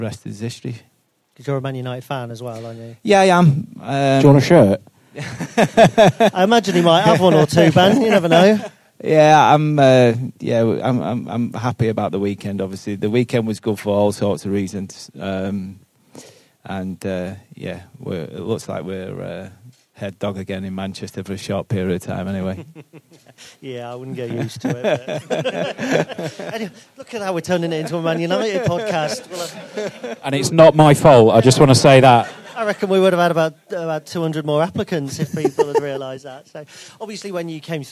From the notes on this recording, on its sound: We were fortunate enough to be invited along to the boardroom at Sincil Bank (we're still calling it that) with a live audience, for a two-part special live podcast!